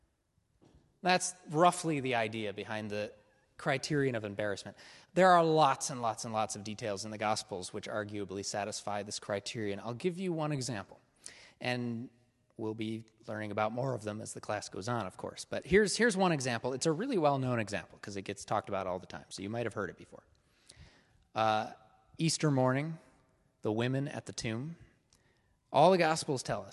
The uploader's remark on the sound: This is a recording of the first week of Part 1 of our in-person course. (class format).